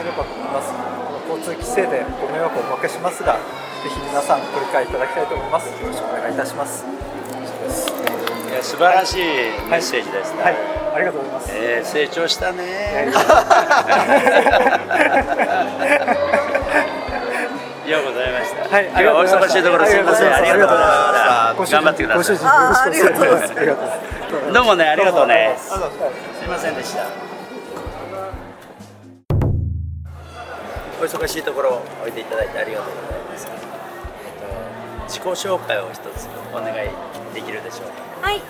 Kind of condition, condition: setting, live audience